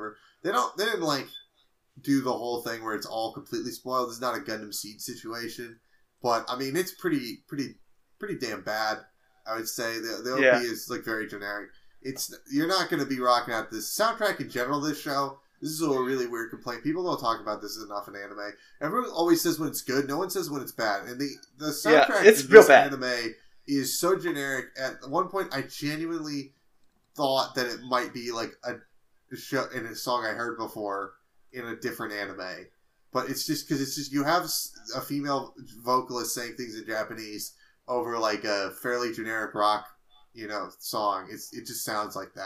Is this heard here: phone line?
no